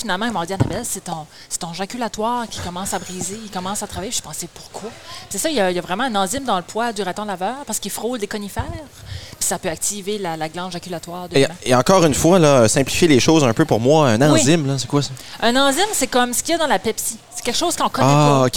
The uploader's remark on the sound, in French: enregistré à la Terrasse à Steve de Miscou